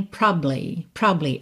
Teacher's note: Some, porque é como se você juntasse esses dois bays. Como o A praticamente não aparece, os dois bays se juntam